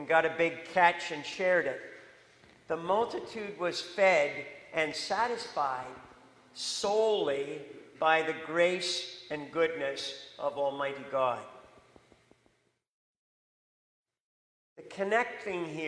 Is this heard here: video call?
no